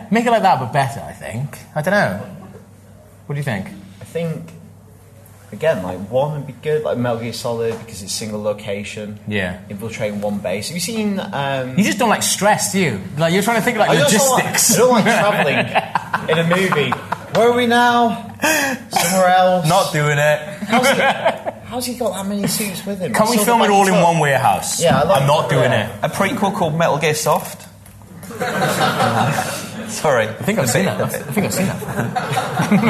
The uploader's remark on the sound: Live at the Glasgow Film Festival